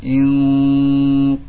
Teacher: Karena qaf, qaf termasuk huruf isti'la, ya, yang mengangkat pangkal lidahnya, wo menyempit, dan juga suaranya berfokus kepada langit-langit atas.